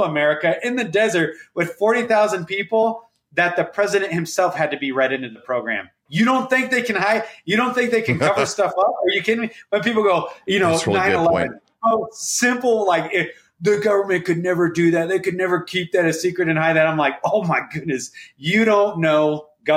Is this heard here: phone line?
no